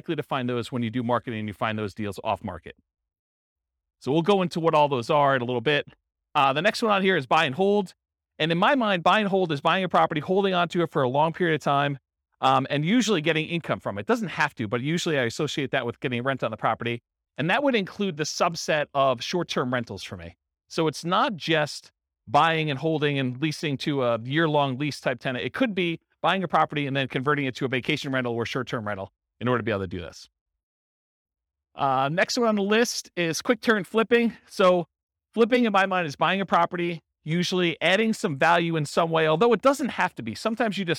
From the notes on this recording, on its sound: Real estate entrepreneurs in Garden Grove, California. This was a live class recorded to give investors a solid qualitative overview of all the different real estate investing strategies. The live in-person version.